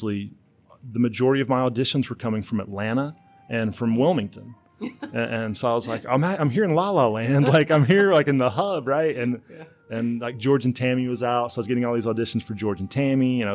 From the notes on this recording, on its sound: we filmed in a public location so there will be minimal background noise